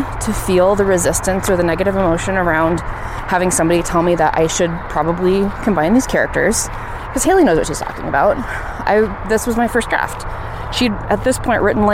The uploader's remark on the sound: Please forgive all the traffic sounds! I was coming down the south side of Waterworks Hill in Missoula, which is right by I-90.